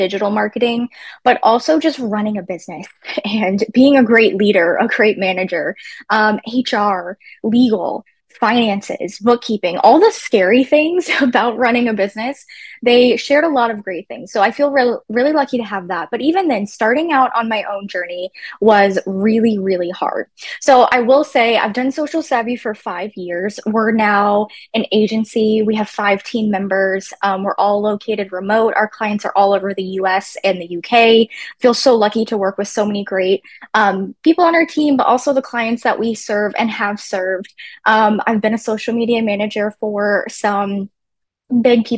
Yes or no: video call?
yes